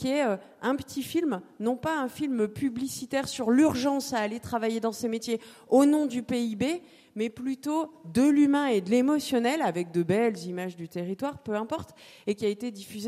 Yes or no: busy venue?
yes